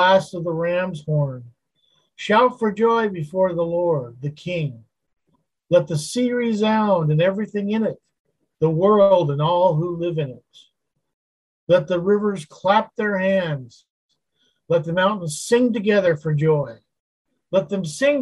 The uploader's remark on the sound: Wednesday Zoom study